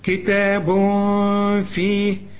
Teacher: مرققة، كتاب بعد التاء في ألف هي عشان تقول كتاب، كتاب تنوين وبعده ف يحصل إخفاء مع الغنة